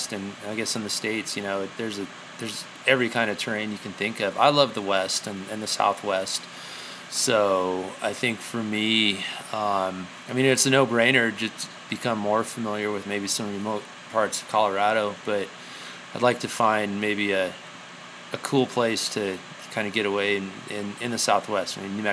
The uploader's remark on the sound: at the Calgary Bike Show